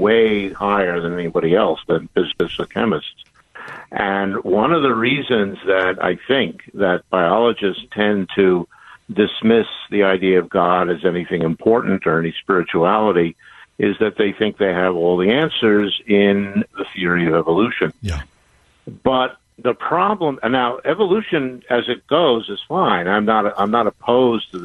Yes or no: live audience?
no